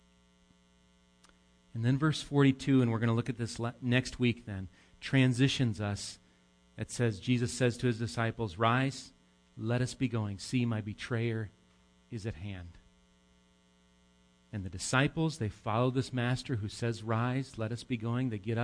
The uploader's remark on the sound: Recorded live at Bethany Bible Church on 9/9/18